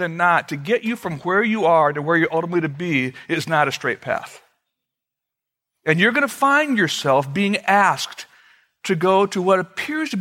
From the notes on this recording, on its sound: Originally recorded February 23, 2014, at Fellowship Missionary Church, Fort Wayne, IN.